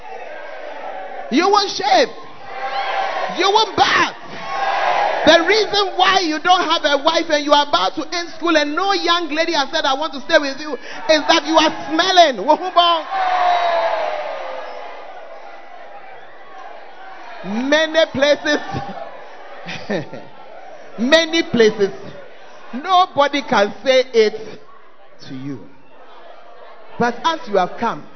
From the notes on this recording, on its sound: Preached At Firstlove Church Ayeduase; Gathering Service.